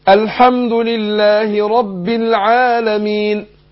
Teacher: أقف عليها ممكن بحركتين وبأربع حركات وبست حركات · Term: عارض للسكون